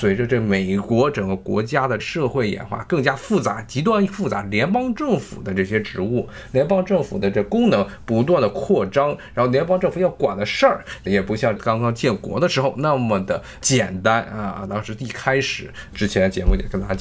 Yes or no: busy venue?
no